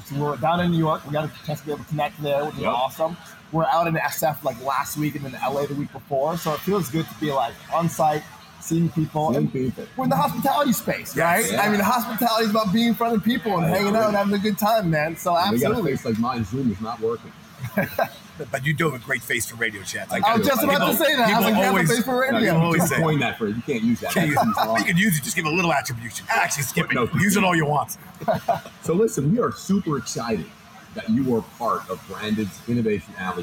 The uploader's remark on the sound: LIVE FROM FSTEC. Take the show to the first in-person trade show, FSTEC 2021 where restaurants and technology connect.